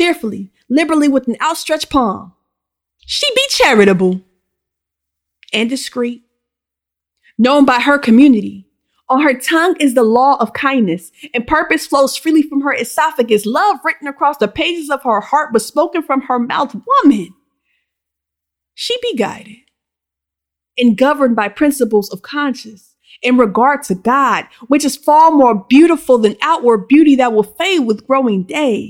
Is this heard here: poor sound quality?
no